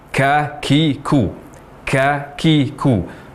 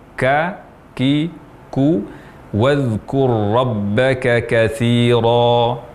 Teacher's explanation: mengucapkan huruf kaf dengan hamas atau aliran nafas secara berlebihan · Shown in: first take · Misal yang salah, ka-ki-ku, ka-ki-ku.